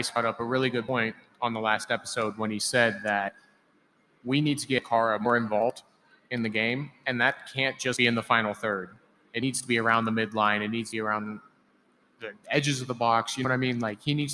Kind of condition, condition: setting, busy venue